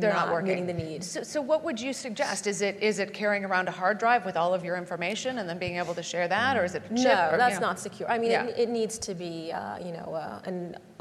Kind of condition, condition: setting, live audience